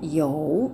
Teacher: 発音記号は YOU 第三声ですので低く沈む音になります